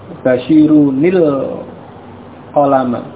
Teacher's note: Bunyi nun sukun tadi pada tanwin itu diberi harakat kasrah, diubah menjadi harakat kasrah. · Term: nun yang kasrah